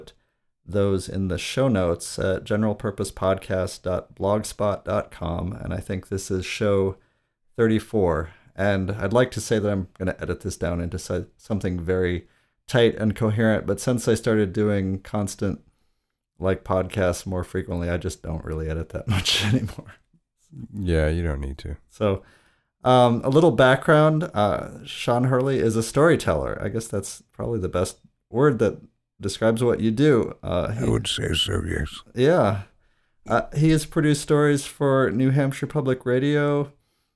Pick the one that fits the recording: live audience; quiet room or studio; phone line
quiet room or studio